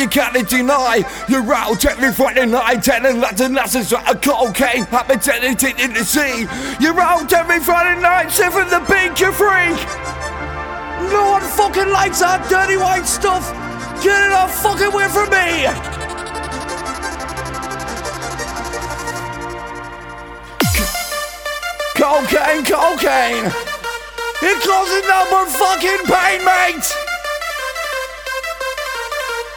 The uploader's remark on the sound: Makina Session recorded at Darlington, The Forum